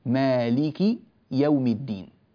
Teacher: فنبين كسرة الكاف ولا نبالغ في كسرة الكاف بحيث يصير بعدها ياء